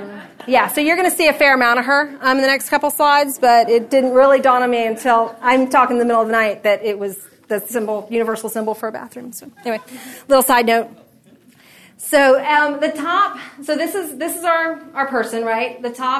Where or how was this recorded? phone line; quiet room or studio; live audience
live audience